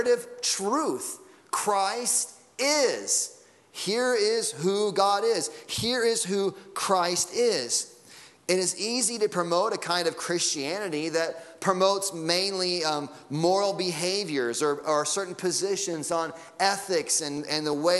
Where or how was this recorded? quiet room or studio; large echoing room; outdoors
large echoing room